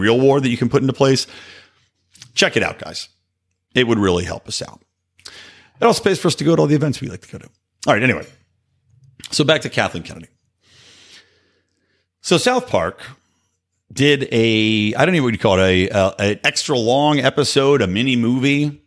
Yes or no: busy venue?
no